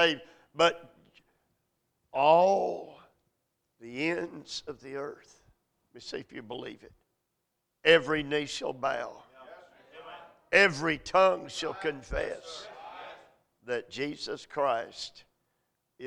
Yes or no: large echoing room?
yes